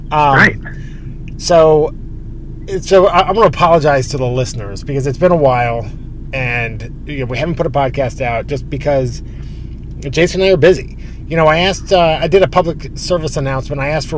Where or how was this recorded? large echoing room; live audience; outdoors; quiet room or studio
outdoors